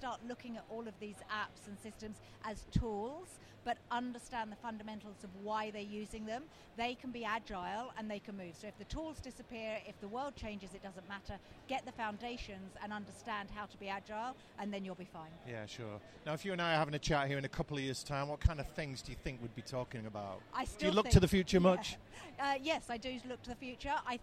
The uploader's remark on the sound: Episode recorded at Accountex 2019.